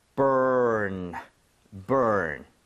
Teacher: 중간에 r이 살아 있기 때문에 입 모양 모으고 이 상태에서 r 당겨서 burr 하고 나서 은 마무리해도 늦지 않습니다.